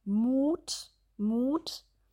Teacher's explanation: Das enthält ein langes U. Hier sind die Lippen gespannt und wir machen eine Art Kussmund. Mut, Mut. Hier gerne noch ein bisschen deutlicher werden.